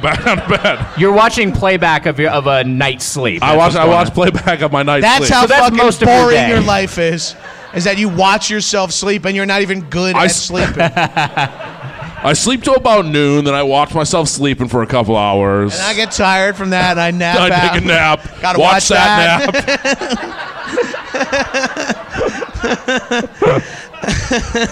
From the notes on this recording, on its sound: Recorded at Stand Up Live in Phoenix, AZ.